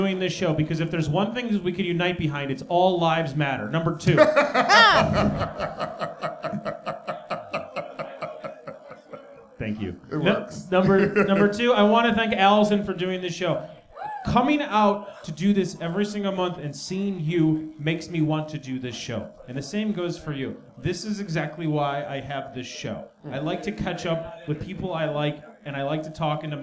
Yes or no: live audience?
yes